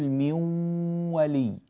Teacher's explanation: صوت واو، لكن معه غنة من الأنف، الأنف يعمل هنا · Term: الإدغام بغنة